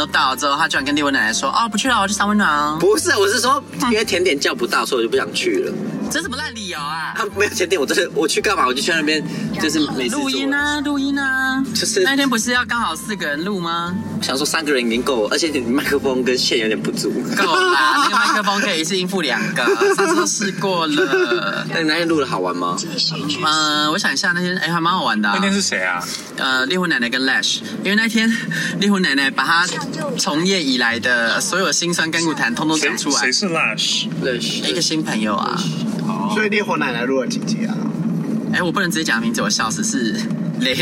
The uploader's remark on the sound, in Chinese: 開車錄音